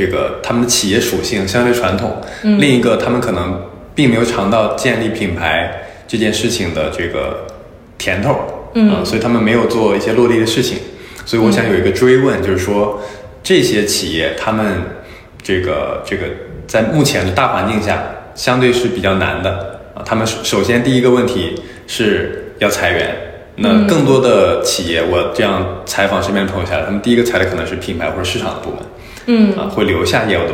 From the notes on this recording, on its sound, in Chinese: 这期节目在杭州好朋友的茶空间，茶晓涧现场录制，茶晓涧第一家店在杭州黄龙万科林立环抱中，室外绿树成荫，非常舒服适合待着喝茶看书聊天的地方。